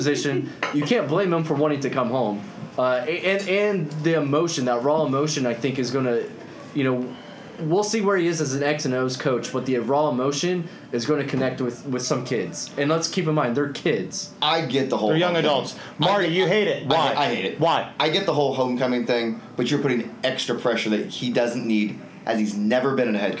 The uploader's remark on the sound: we record from Teays River Brewing and Public House